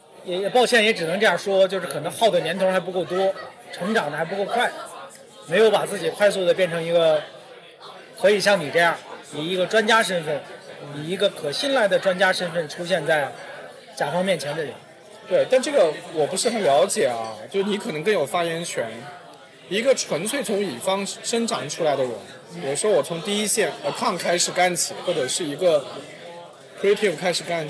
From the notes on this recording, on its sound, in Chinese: 这期节目是在北京某个嘈杂的酒吧录制，而且当时设备设置出了问题，导致录音质量不够理想。我尝试用各种降噪技术修复，才达到目前的效果。